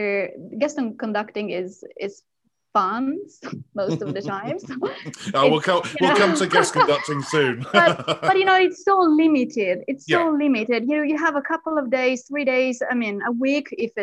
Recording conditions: video call